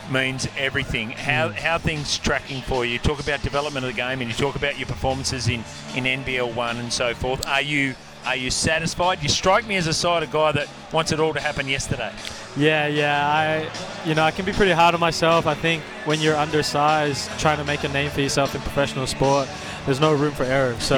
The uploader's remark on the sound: Live ahead of the Kings vs United from Qudos Bank Arena